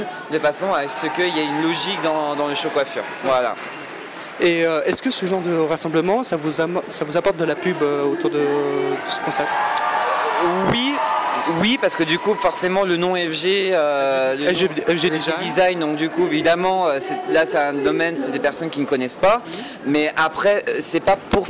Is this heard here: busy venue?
yes